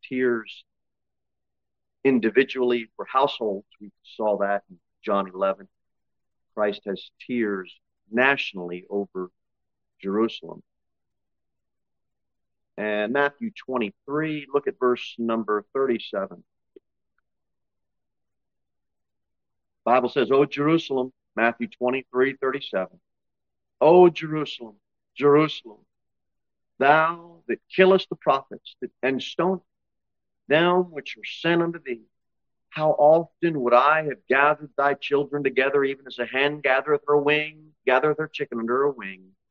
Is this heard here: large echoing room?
yes